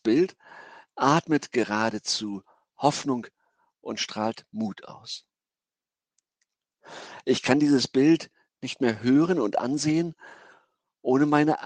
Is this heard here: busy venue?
no